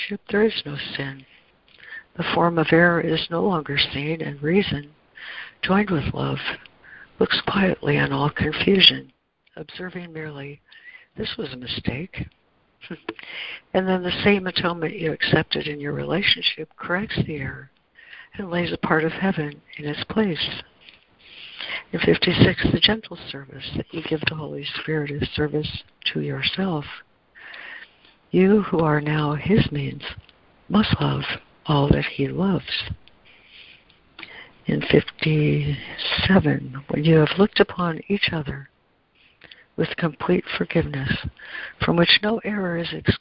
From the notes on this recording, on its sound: ACIM Daily Conference Call